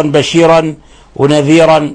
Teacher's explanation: خذ بالك أيضا بشيرا ونذيرا بترقيق الراء